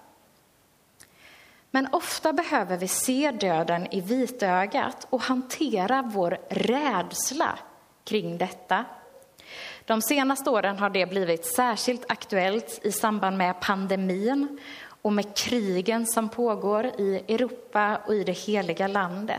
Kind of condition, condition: setting, large echoing room